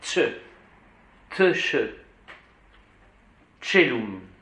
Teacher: Un T très discret. Tchelum.